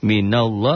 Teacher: Lafad Allahnya dibaca tebel. Tafkhim. Karena sebelum lafad Allah baris di atas.